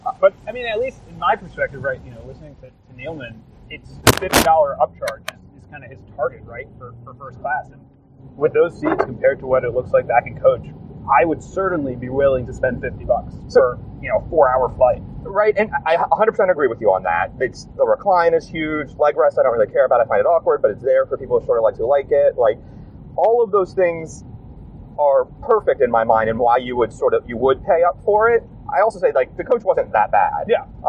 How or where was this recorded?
inside a vehicle